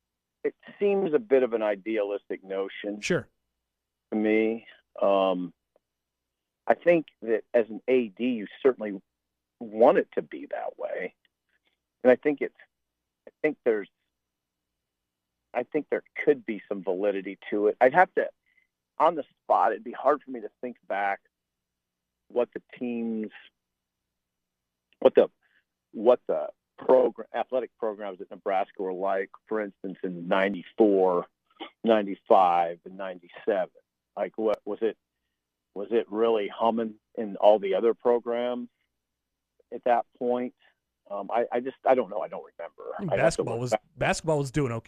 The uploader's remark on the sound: calls us while driving